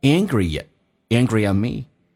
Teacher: Angry 跟 at 有一个元音跟元音之间的连音